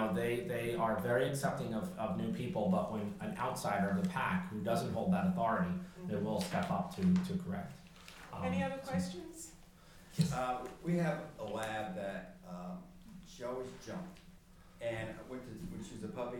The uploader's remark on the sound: Have a listen to my lecture at the Chatham Public Library in beautiful Chatham New York. It was a great day with an amazing group of people.